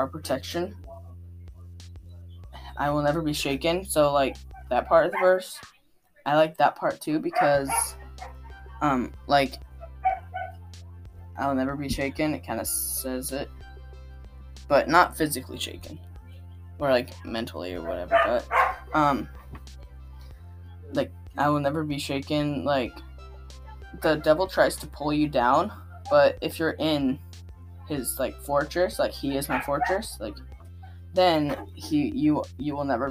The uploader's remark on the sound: Sorry about the background noises.